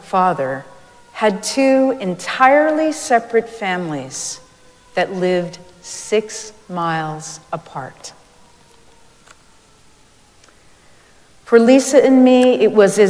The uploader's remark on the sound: Recorded live at Arlington Street Church